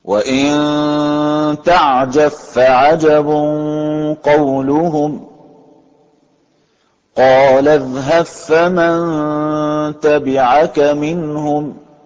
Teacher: الفاء أصلا ليست حرفا مشددة شديدا في الأصل هي حرف رخو من الحروف الرخوة وليست من الحروف الشديدة فتخرج حتى مع كونها مشددة فيها هذه الرخاوة اللي هي جريان الصوت كما لاحظنا في التطبيق نعم لا يتوقف صوت عندها وإنما يجب باعتبارها صوت طبعا. · Term: فاء مشددة